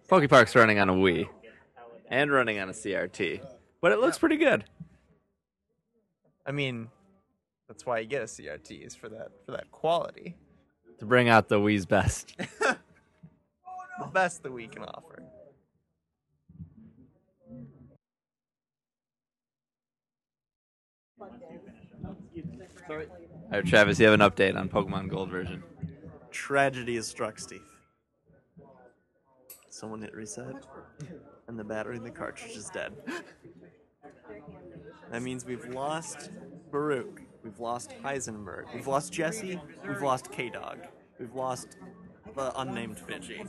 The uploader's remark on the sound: How To Rock Midwest Gaming Classic [Live Show]. Recorded live at the show.